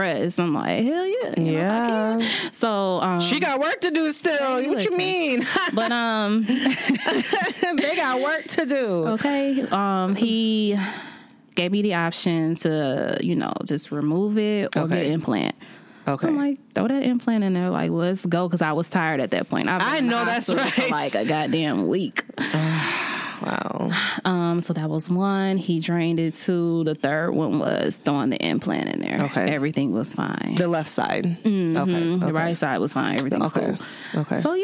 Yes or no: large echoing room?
no